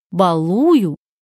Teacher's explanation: Ударение не падает на первый слог. И даже в глаголе балую, ударение падает на второй слог, а не на первый.